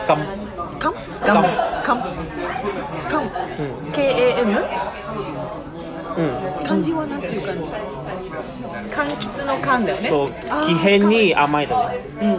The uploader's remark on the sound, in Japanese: 収録はマレーアジアンクイジーン渋谷店にて行いました。